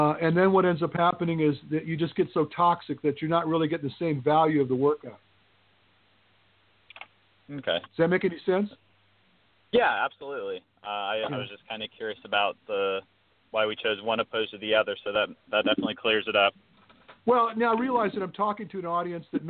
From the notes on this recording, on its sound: Open up the phone lines and take calls from YOU! For one hour LIVE!